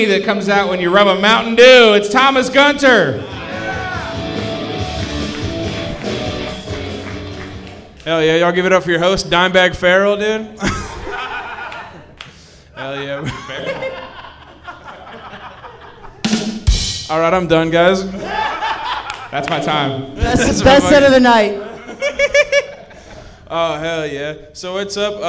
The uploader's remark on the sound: This late-night talk show-meets-podcast setting. Recorded LIVE from Shark's Comedy Club in Dallas, Texas.